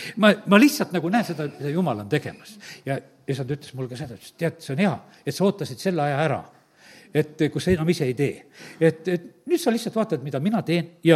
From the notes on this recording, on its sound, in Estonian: Audio salvestus koosolekult